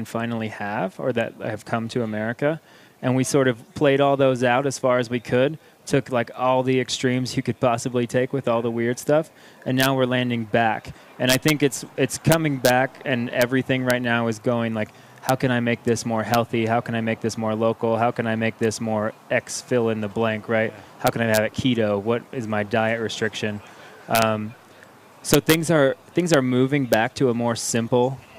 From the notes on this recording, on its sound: Live from Proud Souls Barbecue and Provisions Rib Competition! 2nd annual backyard rib competition!